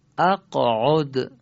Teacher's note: کلمه اقعد دارای قاف ساکنه و به این قاف خوبه که قلقله بدیم